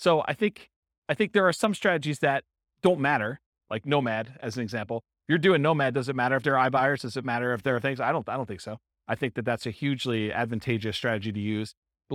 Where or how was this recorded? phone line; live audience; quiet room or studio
live audience